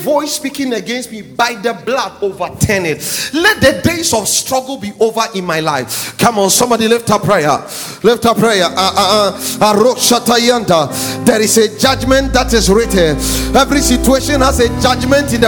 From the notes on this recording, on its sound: sermon series preached at The Faithlife Church, Ghana-Tema Community 3 Site A.